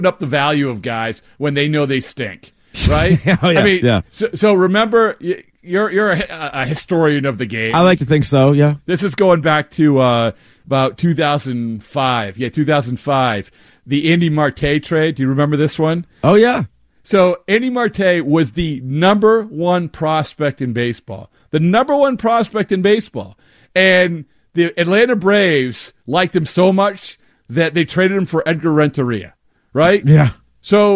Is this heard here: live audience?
no